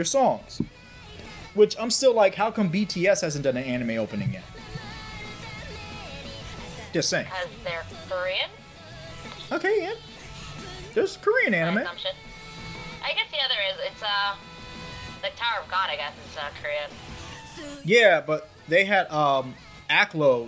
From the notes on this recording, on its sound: Despite some technical difficulties